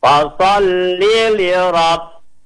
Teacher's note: banyak orang baca lam bertasydid ditahan, harusnya cuma ditekan saja